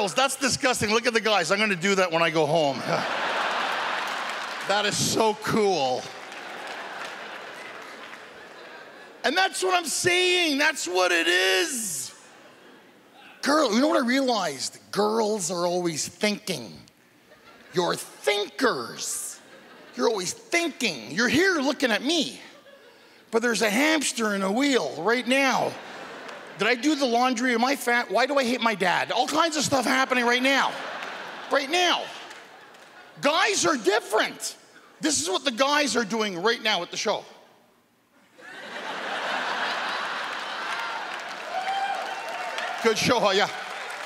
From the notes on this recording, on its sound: This stand up performance took place at the Just for Laughs Festival in Montreal, Quebec in 2014.